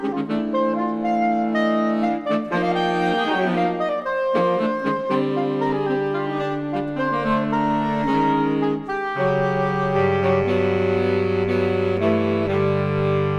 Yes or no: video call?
no